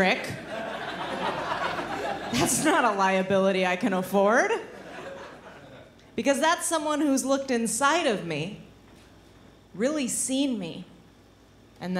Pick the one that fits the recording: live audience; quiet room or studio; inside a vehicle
live audience